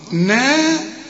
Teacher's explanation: يبقى النون بالمد بتاعها مرقق نارا، الراء هي المفخمة لأن كل راء مفتوحة مفخمة